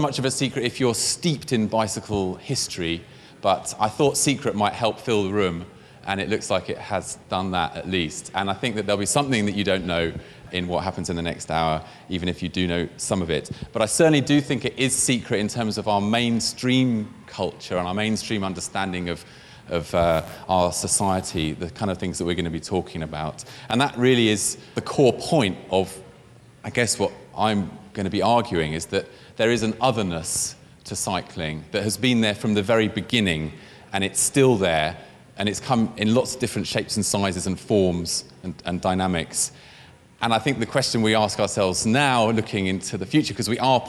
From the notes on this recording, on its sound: In a talk recorded at Friday Late "Eat, Ride, Sleep, Repeat" held earlier this year at the Victoria and Albert Museum in London.